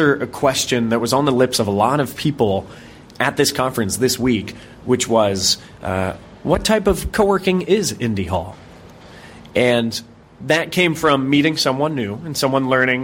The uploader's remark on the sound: Live from the Coworking Europe Conference